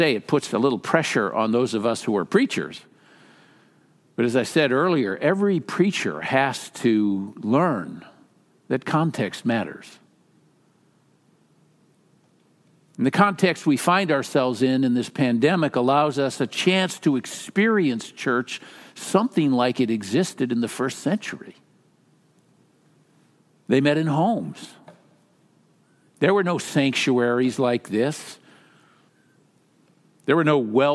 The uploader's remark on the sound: Message is delivered during the Traditional Worship service.